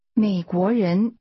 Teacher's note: The tone first falls, then rises twice.